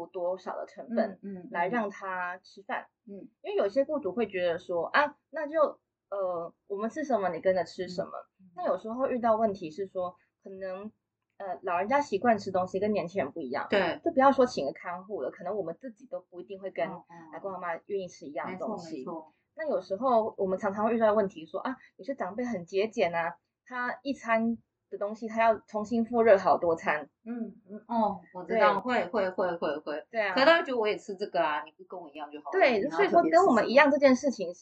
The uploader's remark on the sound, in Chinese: 內湖分館市民生活講座。本集錄音音質仍在持續調整中，如有瑕疵請大家多多包涵。